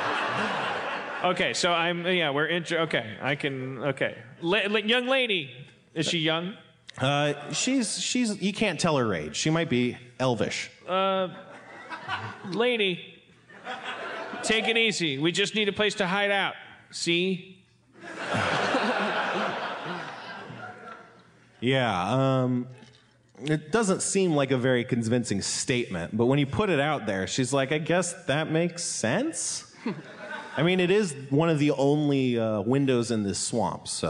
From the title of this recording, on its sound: LIVE from 92y in NYC